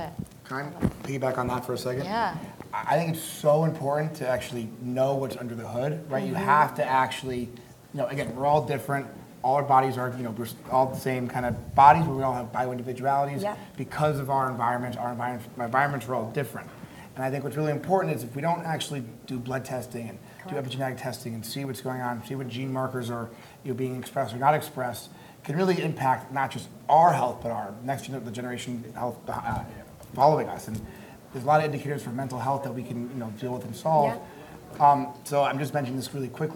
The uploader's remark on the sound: LIVE Panel Discussion From BioHacking Congress. I shared my live keynote lecture from a recent event in Miami, Florida called Biohacking Congress.